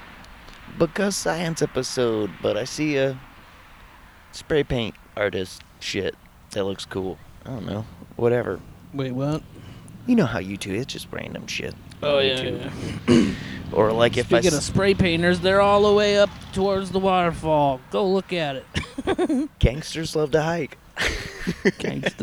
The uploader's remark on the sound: Backyard Chillin'. It was a nice recording day so we decided to take the podcast outside so we could chill and take in some rays. A little more energetic, outdoor mood.